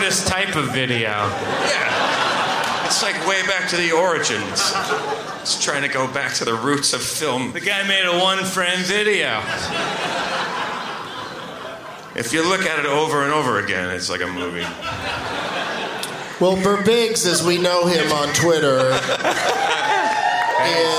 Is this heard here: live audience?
yes